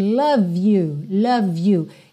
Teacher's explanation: Eu também ligo, porque o E de love não é pronunciado. Então, eu já ligo o V no you. Embora Y não seja uma vogal, seja uma consoante, ela tem um som de vogal, you, ok?